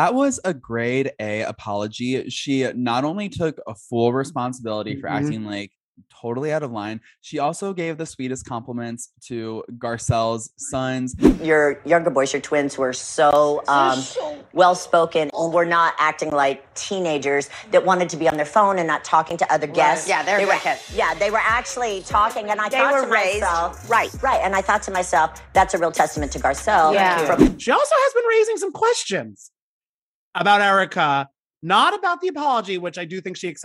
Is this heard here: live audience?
no